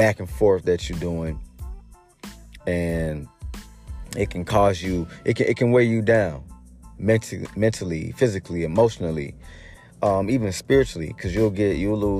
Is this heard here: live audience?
no